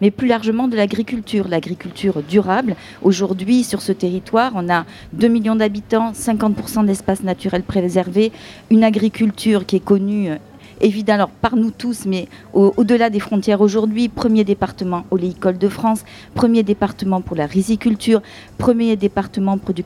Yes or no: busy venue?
yes